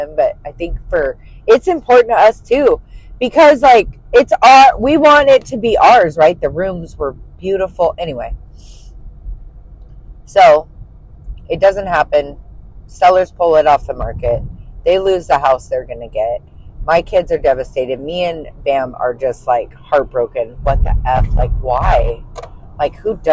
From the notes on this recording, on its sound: This first episode is uncensored and unedited. I am actually in my car driving to work. I bought a set of little microphones to help the sound but I am still learning.